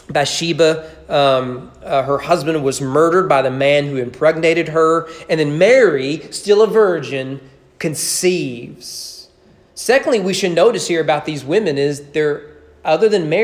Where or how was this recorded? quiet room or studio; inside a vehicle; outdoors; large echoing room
large echoing room